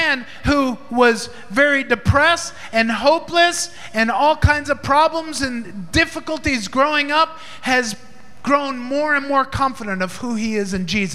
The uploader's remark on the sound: Recorded in Maranatha Family Church's Sunday Service at FIRE School of Ministry Philippines.